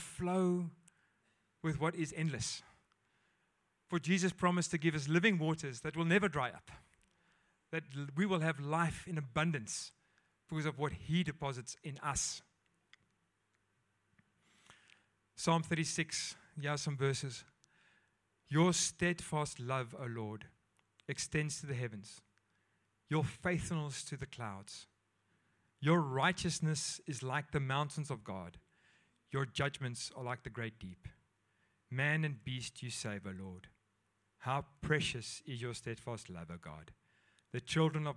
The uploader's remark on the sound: at Joshua Generation Church Mossel Bay PM congregation